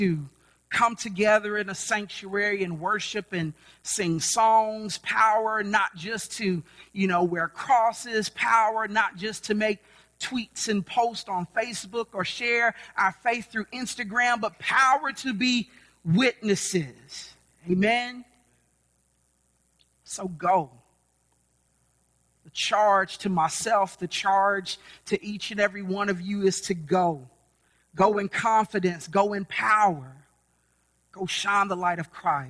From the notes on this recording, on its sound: Sermons preached at City Light Church in Vicksburg, MS.